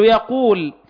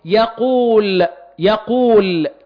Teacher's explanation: الواو ساكنة وما قبلها مضموم، تبقى هنا الواو حرف مد يخرج من الجوف